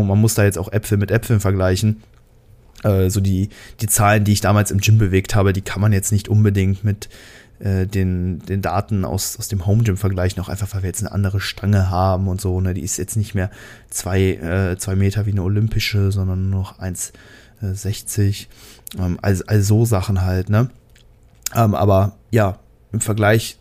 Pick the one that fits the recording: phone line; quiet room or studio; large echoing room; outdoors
quiet room or studio